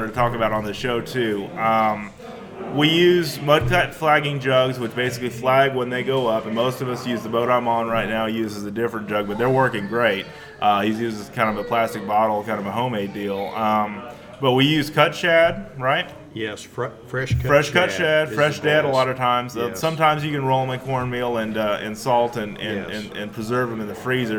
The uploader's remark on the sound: records another mobile podcast at a Cross Water Outfitters fishing ministry event